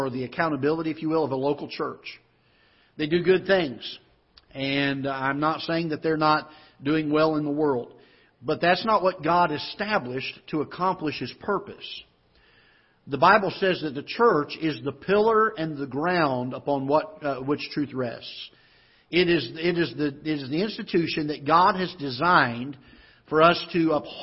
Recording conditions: large echoing room